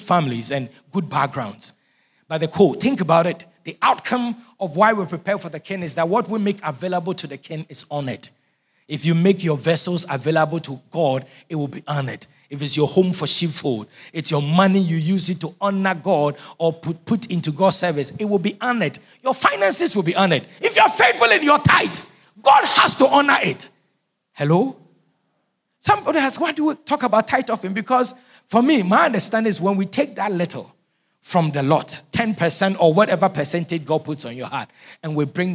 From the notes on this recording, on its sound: Sermon preached at CBC Shiashie Campus.